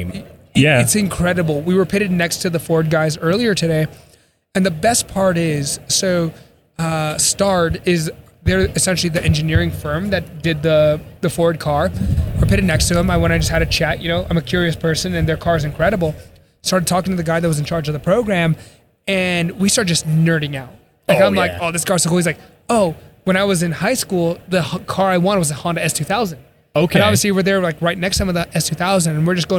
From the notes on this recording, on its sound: LIVE from the Pikes Peak Hillclimb. Live from the streets of the Hillclimb Fanfest!